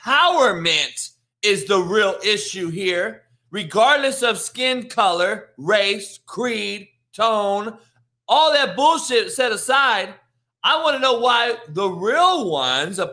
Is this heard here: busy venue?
no